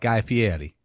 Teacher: So the R in Fieri is like more like an L, like Guy Fieri. · Term: light L